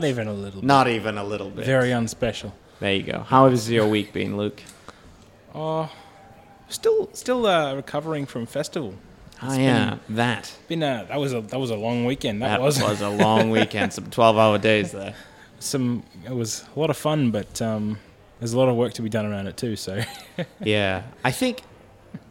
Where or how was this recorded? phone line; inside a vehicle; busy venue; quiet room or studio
busy venue